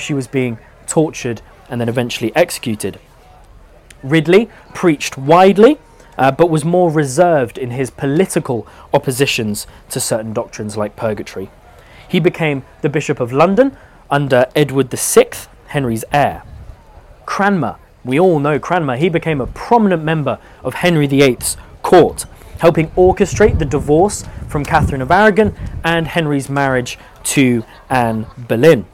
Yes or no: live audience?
yes